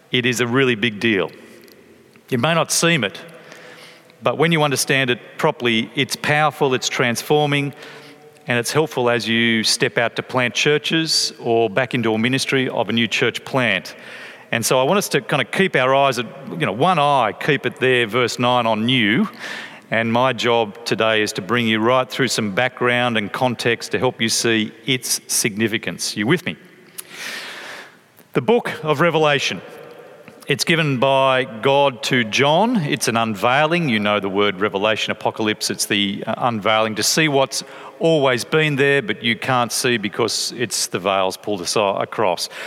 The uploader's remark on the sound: from a talk at 2017's Planting Collective Conference